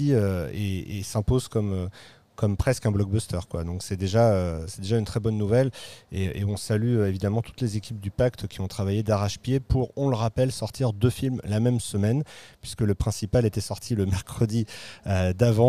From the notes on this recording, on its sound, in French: Episode enregistré au cinéma Les 7 Batignolles. Par téléphone.